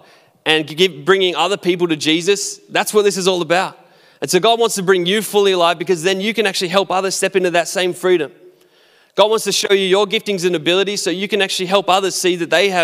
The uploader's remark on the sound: Recorded at our live gathering on the 28th of February 2021.